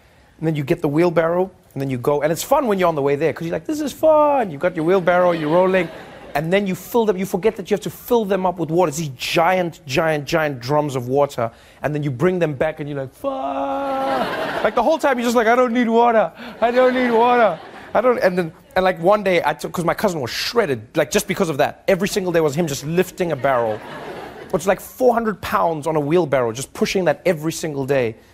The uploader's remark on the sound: interact with the audience when The Daily Show cuts to commercial.